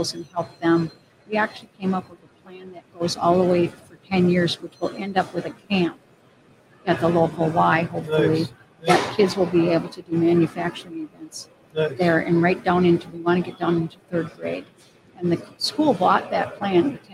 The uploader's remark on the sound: our afternoon of livestreaming from the American Gear Manufacturers Association's Motion + Power Technology Expo at Huntington Place in Detroit